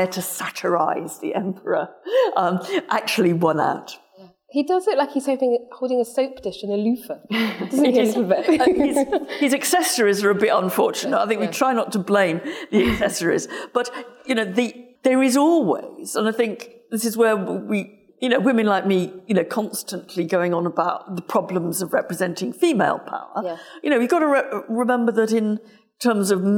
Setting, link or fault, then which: setting, live audience